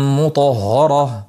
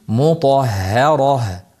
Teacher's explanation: To yo'g'on, ha ingichka va ro yana yo'g'on. · Shown in: second take · Mutahhara. Og'izni yoyib ingichka qolishimiz lozim.